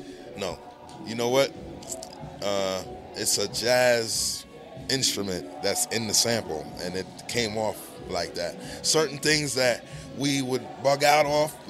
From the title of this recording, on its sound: Live From Brooklyn Bowl